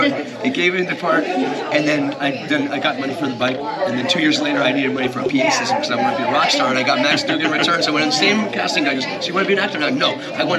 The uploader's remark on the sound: live from Pittsburgh's Horror Realm Con 2023